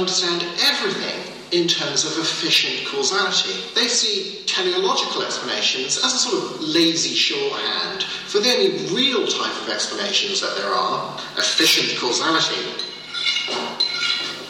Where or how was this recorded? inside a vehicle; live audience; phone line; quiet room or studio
live audience